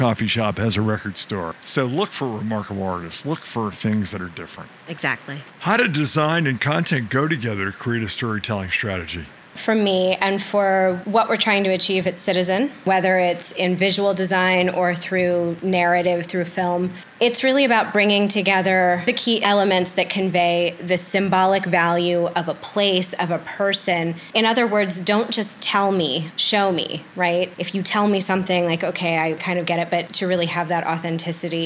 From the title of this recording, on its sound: Live From IPW